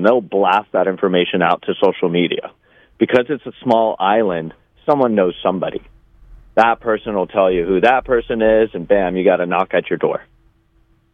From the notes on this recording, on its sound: LIVE FROM LAHAINA. A US veteran who lives 5 minutes from the burn zone in Lahaina Town CALLS IN LIVE. LIVE FROM MAUI.